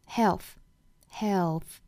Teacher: Health 这个词我们看到有一个 L 这个字母了，那么我们要注意舌侧音了。Health, health, health.也就是发完了这个舌侧音之后呢，舌头就出来了，被上下齿咬下，形成这个 th 的发音